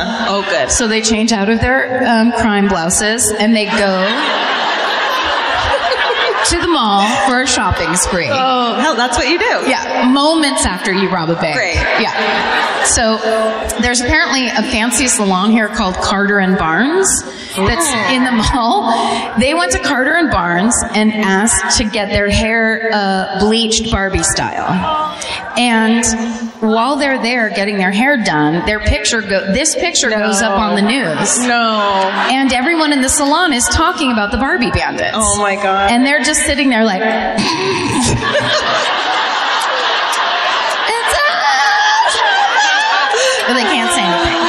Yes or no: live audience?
yes